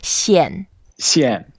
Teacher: It's the fourth tone, so we go down.